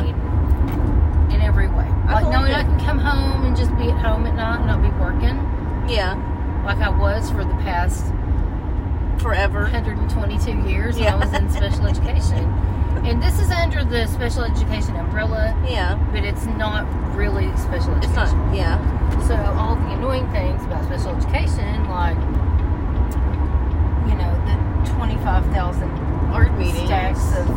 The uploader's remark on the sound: We are channeling our inner comedians getting coffee and recording this one in the car, so join us for some automotive ambience.